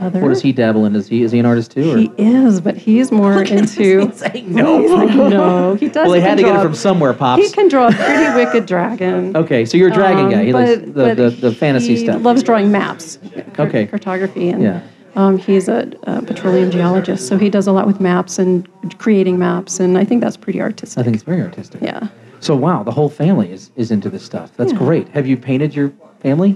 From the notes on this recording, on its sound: Live From The Denver Press Club - Radio Podcast. This radio program/podcast includes a 30-minute meet-and-greet session, then a one-hour recording of the show.